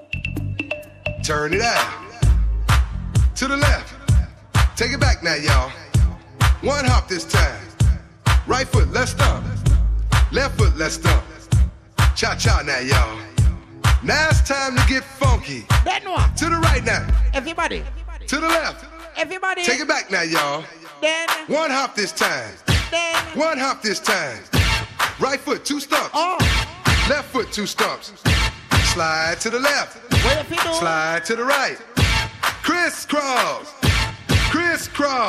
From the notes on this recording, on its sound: live at Island Saturdays on Saturday, December 1.